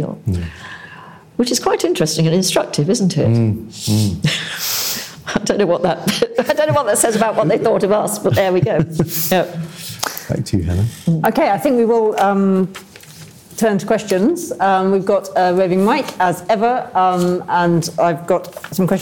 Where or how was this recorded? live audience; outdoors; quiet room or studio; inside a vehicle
live audience